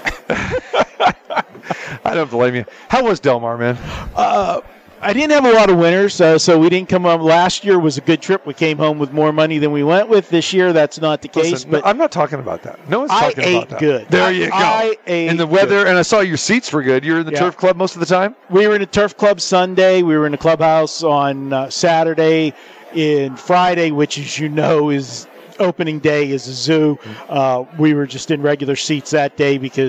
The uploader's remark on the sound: Live from the Super Book at the Westgate Las Vegas